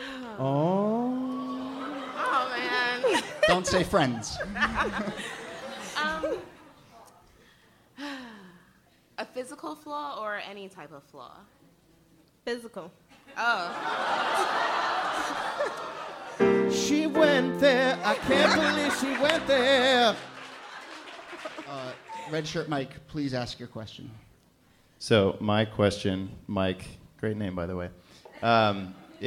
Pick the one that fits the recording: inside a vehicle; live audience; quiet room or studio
live audience